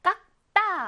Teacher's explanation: 기역 받침으로 소리가 납니다. 깍 뒤에 오는 디귿은요, 깍다 하고 쌍디귿으로 된소리가 바뀌어가지고 남게 되겠죠. 그래서 깍다지, 깍다, 깍다.